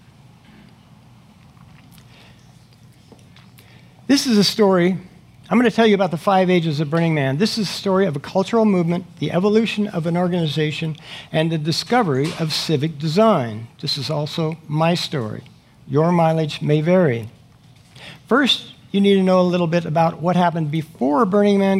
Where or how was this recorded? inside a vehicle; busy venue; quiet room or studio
busy venue